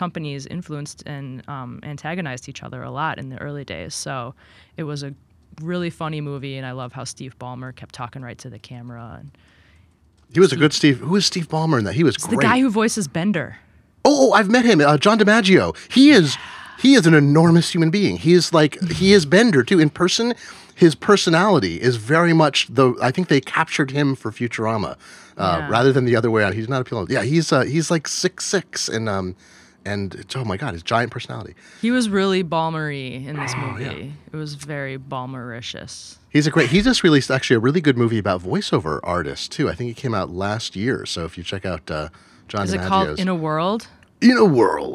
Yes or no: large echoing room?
no